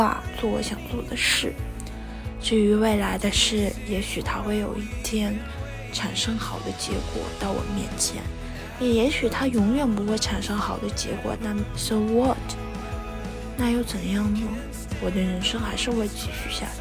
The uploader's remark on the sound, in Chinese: 在伦敦醉酒/散步才是正经事。录制于和朋友喝完酒后回家途中，因此会有地铁和公交车以及风声的杂音。